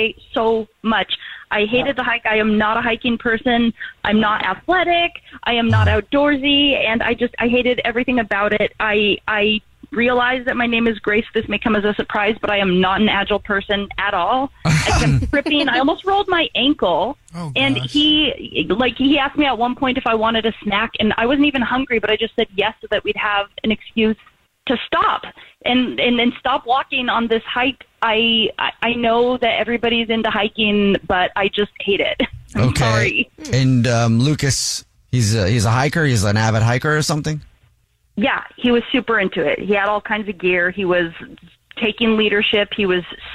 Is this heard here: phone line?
yes